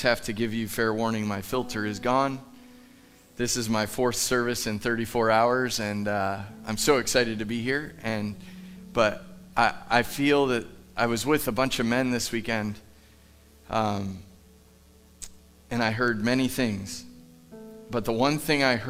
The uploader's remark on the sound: Live from The Summit Church in Dover, OH